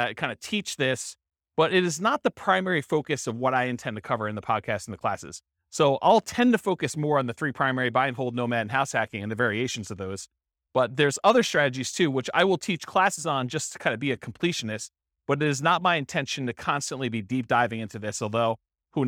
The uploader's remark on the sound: This was a live class recorded